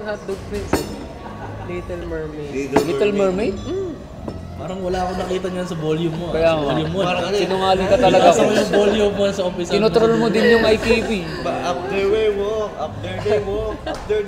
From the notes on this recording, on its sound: engage in a lively discussion at Manukan at Bakahan sa Metrowalk